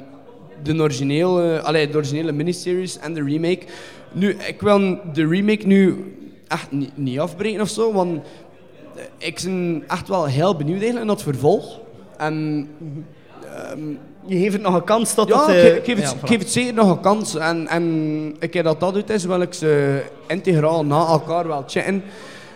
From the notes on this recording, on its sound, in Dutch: Onze eerste live vuurdoop als podcast is een feit! Speciaal voor het Razor Reel Flanders Film Festival hebben we een special rond horror remakes in elkaar gestoken.